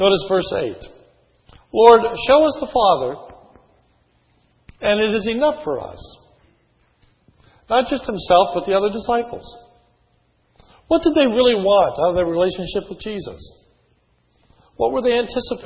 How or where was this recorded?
large echoing room